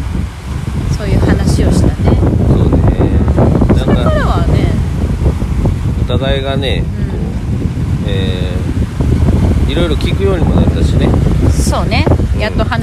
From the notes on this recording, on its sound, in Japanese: 今回は糸島の芥屋の大門（けやのおうと）での収録。波の音で少し聴きづらくなってます。